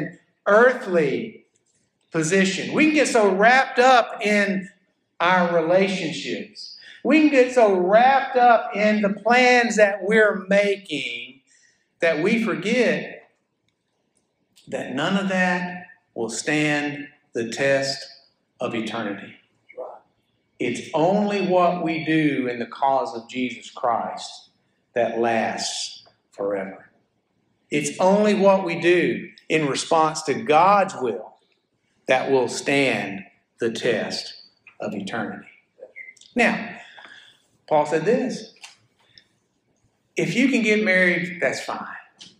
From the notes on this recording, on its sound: a sermon I preached at First Baptist Church Florala